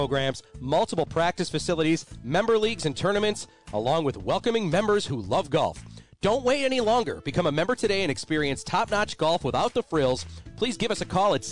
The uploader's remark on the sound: Live from Wanakah Country Club